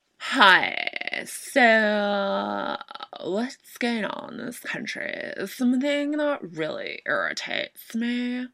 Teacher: that is vocal fry tones, especially heard with young teens